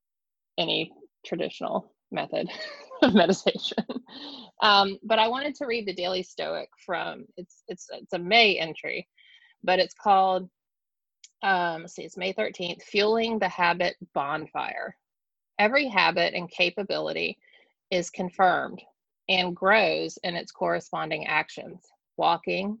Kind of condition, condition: link, video call